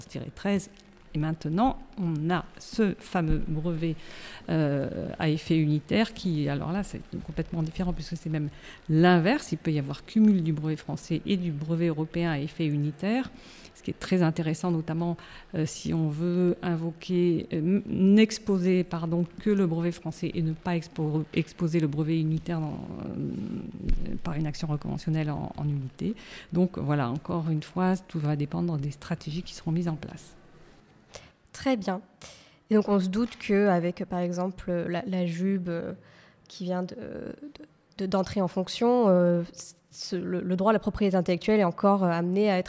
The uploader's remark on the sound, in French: Cet épisode a été enregistré en marge du colloque « 30 ans d'influence en droit de la propriété industrielle », tenu le 5 octobre 2023 à Paris.